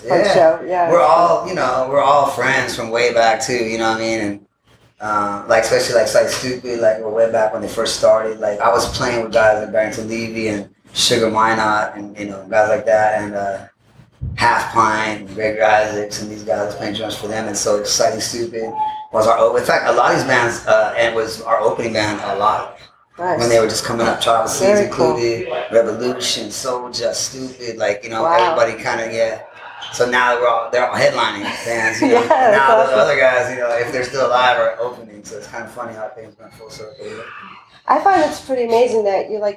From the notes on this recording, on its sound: Interview will be already in progress as it was the evening of the show and there may be some background noises as we were in the Green room.